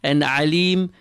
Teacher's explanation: feel the ayn exiting from the center of your throat